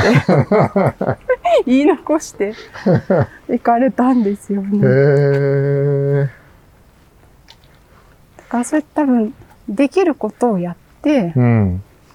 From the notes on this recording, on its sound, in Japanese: 誰かと散歩しながら収録しております。ちょうど夏休みの静かな弘前大学のキャンパスをおしゃべりしながら散歩。